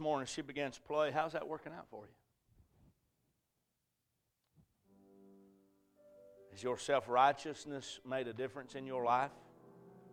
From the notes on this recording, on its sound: A message preached at Crossroads Baptist Church.